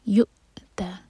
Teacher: وَلَمْ يُؤْتَ، یا کے بعد جو واو ہے اس کے اوپر ہے حمزہ، تو واو کینسل ہو گیا تو صرف حمزہ پڑھا جائے گا، اور حمزہ پر ہے سکون تو یہاں پر کٹ آف ساؤنڈ آئے گا